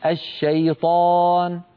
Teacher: لما تقول الشيطان لا تفخم الشين